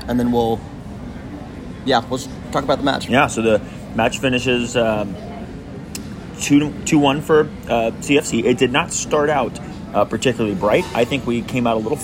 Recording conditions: background noise